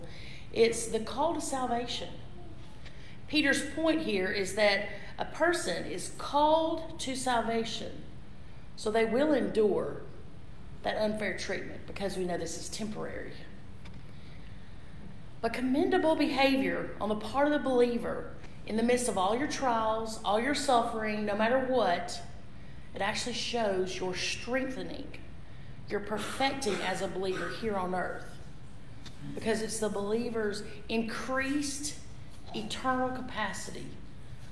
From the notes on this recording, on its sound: This message was previously recorded at Ashville First Methodist Church.